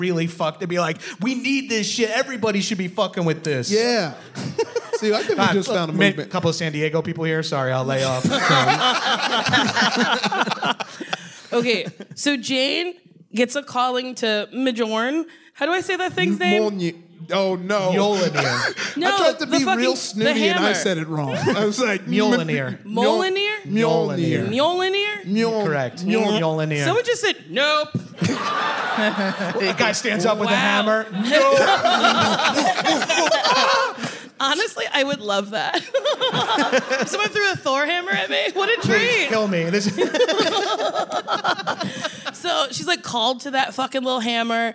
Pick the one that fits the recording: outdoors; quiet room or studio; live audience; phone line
live audience